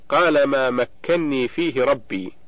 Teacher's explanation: الكلمة الثانية مكنني، من قوله تعالى قال ما مكنني فيه ربي من سورة الكهف في الآية 95، فإن أصلها مكنني بنونين، وقد قرأ حفص بإدغام النون الأولى في الثانية فصارت مكنني بنون واحدة مشددة